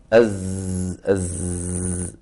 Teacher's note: هذه الزاي ما فيها هواء كالفاء وأيضا فيها اهتزاز